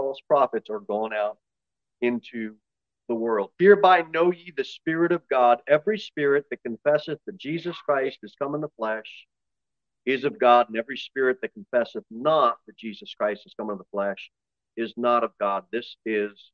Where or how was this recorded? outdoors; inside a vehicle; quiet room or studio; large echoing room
large echoing room